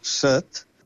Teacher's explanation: illes es pronuncia en vocal neutre